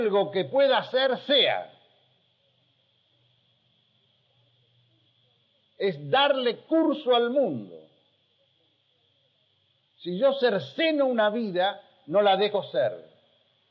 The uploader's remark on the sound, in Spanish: Un breve fragmento sonoro de una clase magistral realizada como recepción para los alumnos que ingresaban en 1981 a la e[ad].